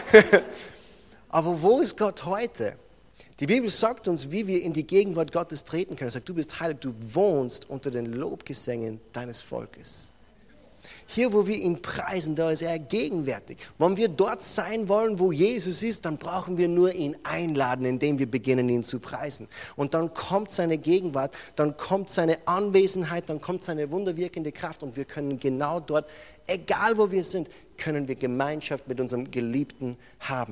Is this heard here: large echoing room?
yes